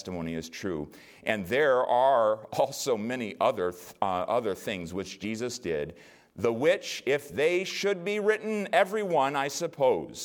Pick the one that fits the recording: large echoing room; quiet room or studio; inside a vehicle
large echoing room